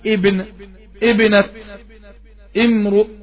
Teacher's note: يبقى أنت لما تيجي تقرأ الأسماء دي وهتبدأ بالهمزة تكسر الهمزة تقول ابن ابنة امرؤ تقول اثنين امرأة امرأتين اسم اثنتين عاوز · Term: همزة وصل